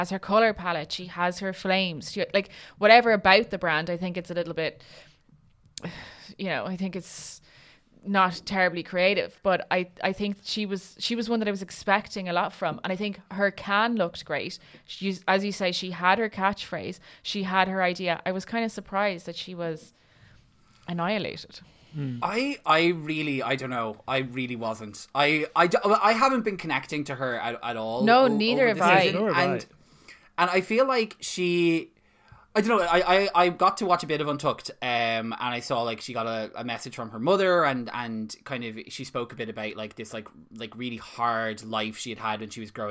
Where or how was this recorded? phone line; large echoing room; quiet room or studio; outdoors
quiet room or studio